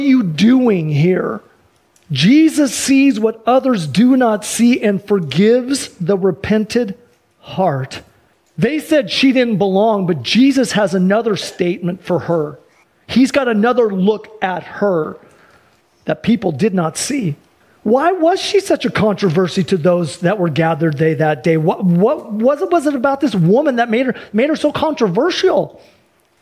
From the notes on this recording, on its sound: Sunday church service livestream